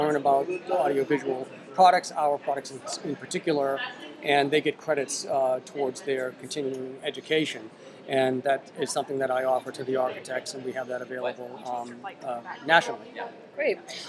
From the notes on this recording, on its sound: Our last WAVEcast live from the show floor of InfoComm 2013.